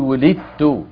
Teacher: دال ساكنة بعدها تاء، والدال والتاء من المخرج نفسه، فندغم الدال في التاء